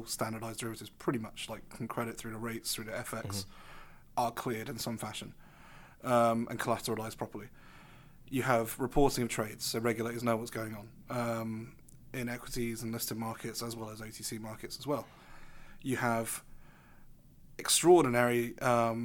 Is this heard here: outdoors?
no